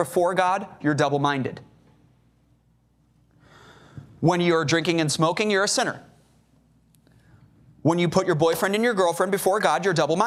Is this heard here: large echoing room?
yes